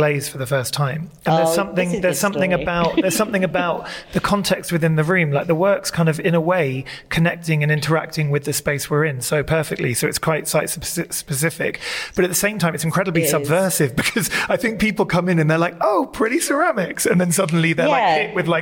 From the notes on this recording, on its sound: Live at Jupiter Artland. Recorded in front of an intimate live audience at Jupiter Artland, Edinburgh.